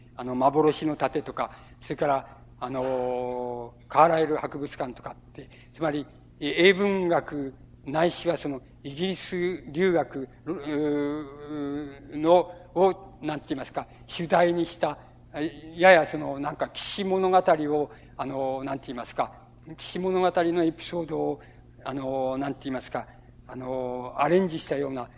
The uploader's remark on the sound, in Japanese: 音質：５。主催：日本近代文学館。場所：有楽町・よみうりホール。近代文学館・夏の文学教室。音源はライン録音。